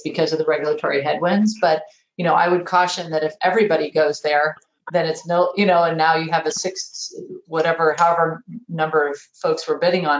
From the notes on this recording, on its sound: Recording of my May 18, 2021 Webinar. Webinar with NAI Puget Sound Properties.